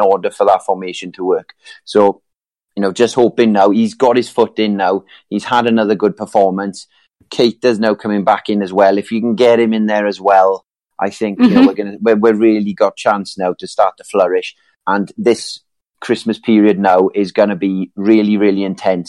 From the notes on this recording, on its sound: A live show on the Discord. Post Match Call.